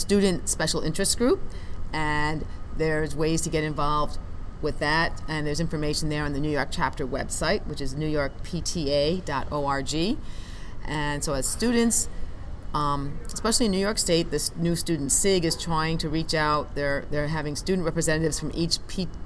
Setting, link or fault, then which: setting, busy venue